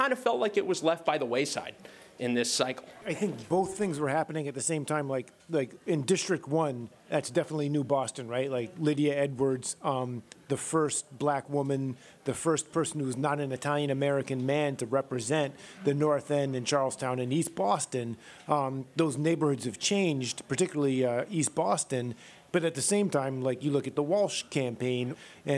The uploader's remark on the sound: Then took some sharp questions from the audience.